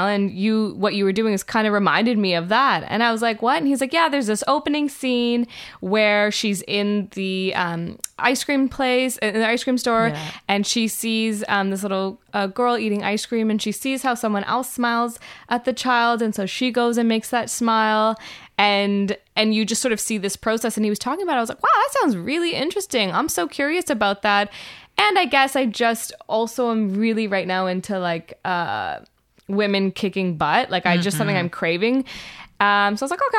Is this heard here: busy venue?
no